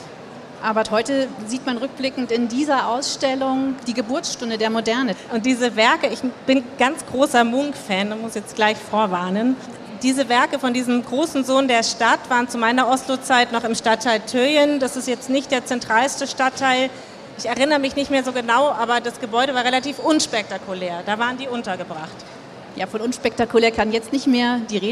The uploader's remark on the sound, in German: live von der Frankfurter Buchmesse